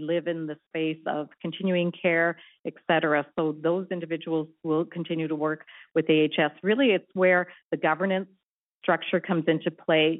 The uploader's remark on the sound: Health care professionals participated in a telephone town hall to help shape a stronger health system.